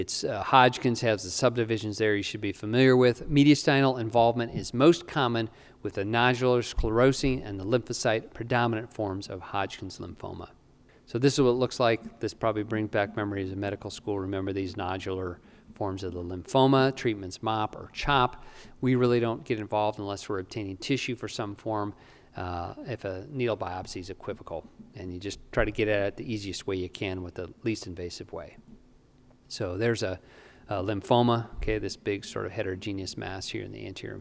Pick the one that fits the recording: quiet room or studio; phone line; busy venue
busy venue